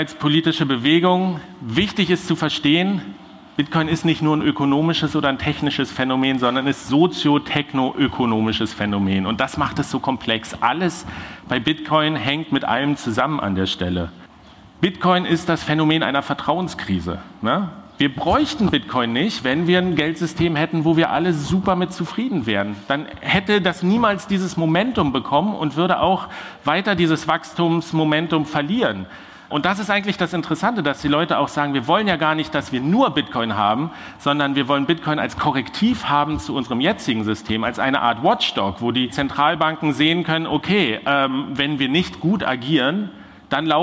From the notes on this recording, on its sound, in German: In dieser zweiten Sommer-Sonderfolge gibt es den Mitschnitt meines Vortrags. Den ich Anfang Juni auf der Republica in Berlin gehalten habe. Der Vortrag wurde Audio-Only aufgezeichnet und funktioniert auch, wenn man ihn nur hört.